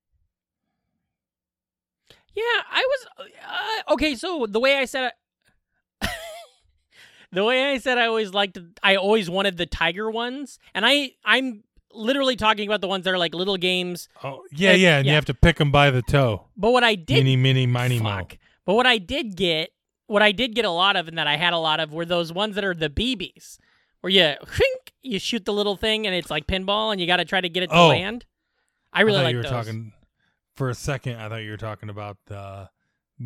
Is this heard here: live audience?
no